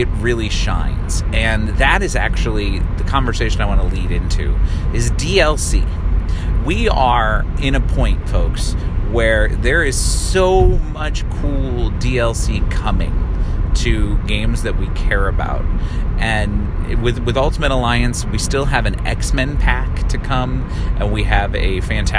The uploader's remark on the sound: recorded in short form as I drive from one place to another